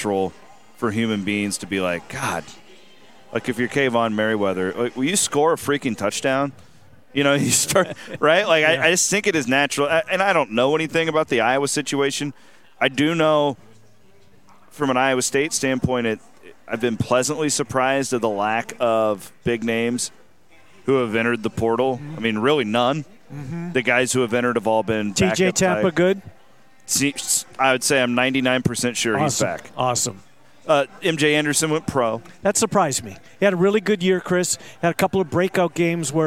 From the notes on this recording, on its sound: Pair up to cover a TON of hot topics from the floor of Circa Sportsbook in Las Vegas.